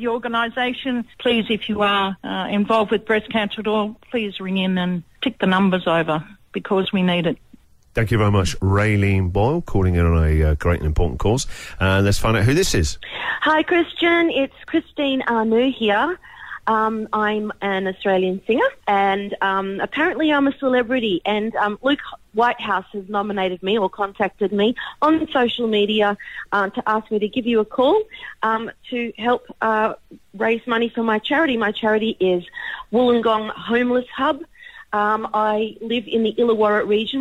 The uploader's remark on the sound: While we are on the phone, other celebs call in and are asked to leave a message (after the beep)